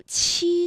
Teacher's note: 读七的时候会觉得要用力喷一口气